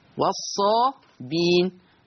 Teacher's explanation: أما لورش فيقرأ والصابين، أي حذف الهمز